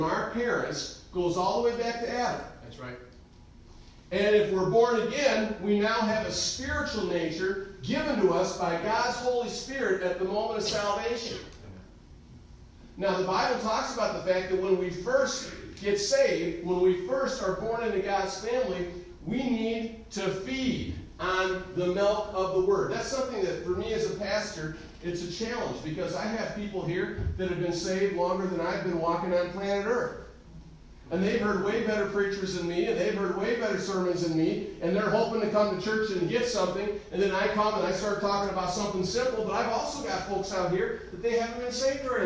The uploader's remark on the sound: Recorded live in the Sunday Morning service at Calvary Baptist Church of Caseville.